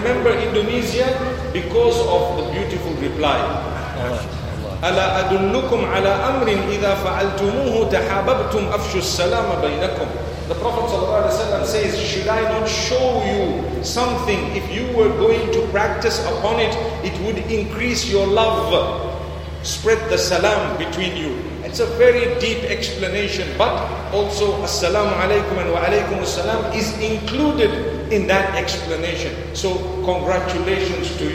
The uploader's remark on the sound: Lecture delivered at Masjid Cut Meutia in Jakarta, Indonesia.